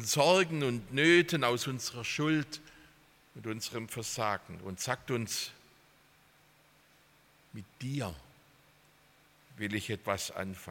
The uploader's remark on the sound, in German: aus dem Gottesdienst der Liebenzeller Mission